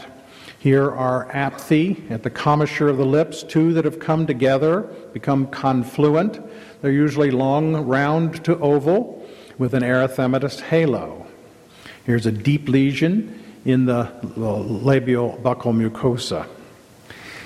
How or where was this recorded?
live audience